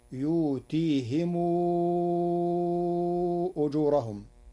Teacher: قرأ ورش يؤتيهم أجورهم بنون العظمة في يؤتيهم مع إبدال الهمزة وضم الميم مع إشباعها فتصير يؤتيهم أجورهم.